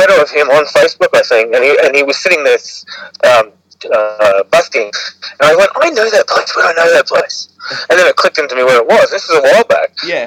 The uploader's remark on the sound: Apologies if the sound is a bit off this week. I've been having tech issues.